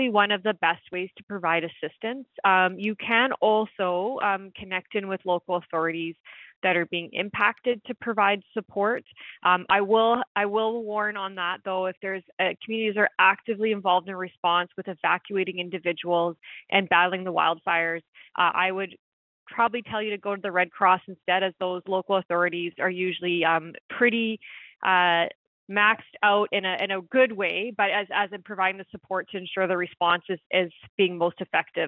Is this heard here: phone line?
yes